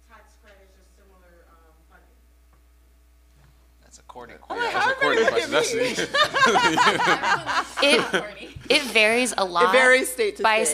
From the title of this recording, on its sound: Comic Con LA Panel